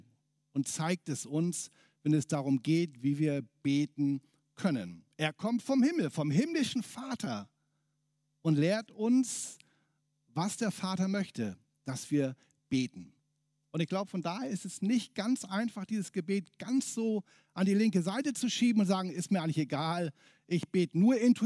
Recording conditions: large echoing room